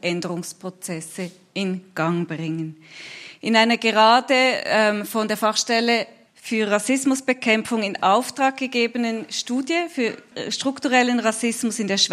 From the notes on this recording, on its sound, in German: 1. Teil der öffentlichen Podiumsdiskussion über Antibalkan-Rassismus.